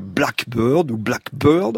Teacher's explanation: si je dis en anglais blackbird ou blackbird, c'est pas le même mot, j'accentue sur bird ou sur black · Term: accent tonique